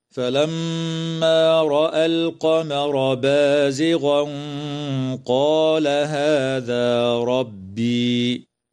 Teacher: التنوين في قوله تعالى بازغا قال حكمه الإخفاء مع الغنة مفخمة